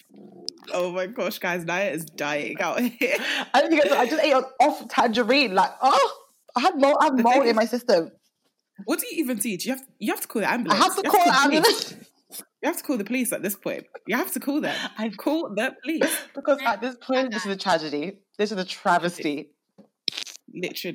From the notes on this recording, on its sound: We must apologies for the sound quality of this episode, we had some difficulties in Post that will be addressed for next week!